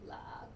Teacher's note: here's a creaky vowel, something like lak, creaky vowel